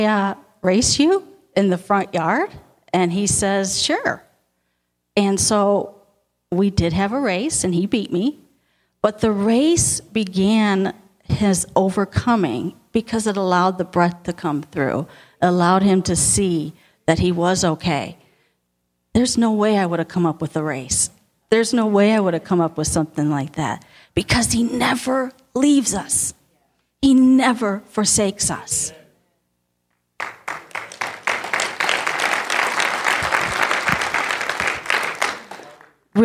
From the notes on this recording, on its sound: Audio podcast of the 11am Sunday morning sermon. At Victorious Life Church on February 12, 2017.